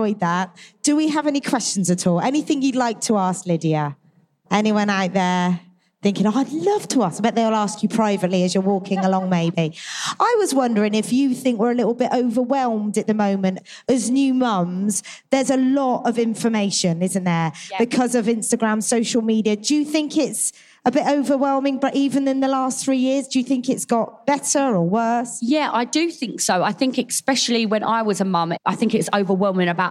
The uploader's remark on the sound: Recorded live at The Baby Show with Lidl GB.